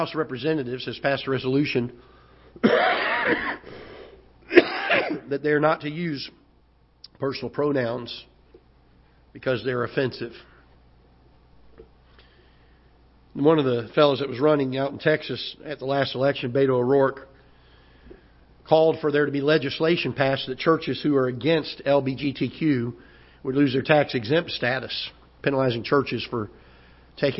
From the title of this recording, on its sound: Ketha Heights Baptist Church ~ Live Broadcast